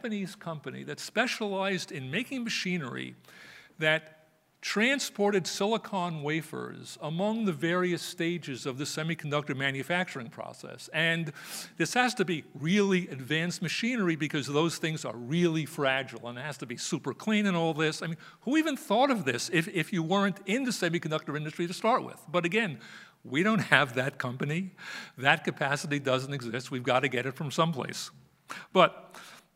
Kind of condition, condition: setting, live audience